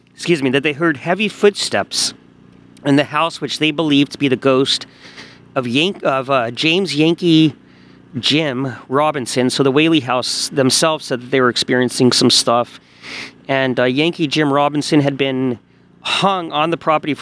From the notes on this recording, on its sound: Spooks and Spirits Live from The Whaley House in Oldtown San Diego. Live from the porch of the Whaley House at 1am.